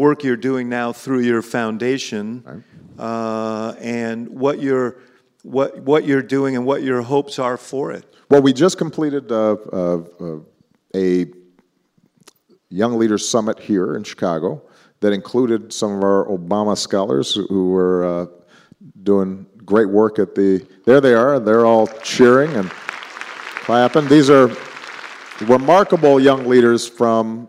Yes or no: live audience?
yes